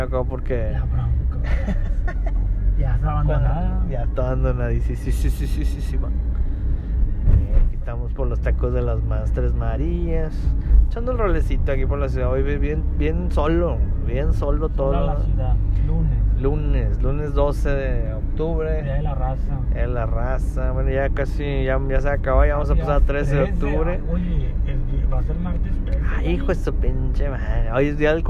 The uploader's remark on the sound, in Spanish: nos lanzamos a explorar con cámaras y grabadoras de sonido la escuela Carmen Romano en el obispado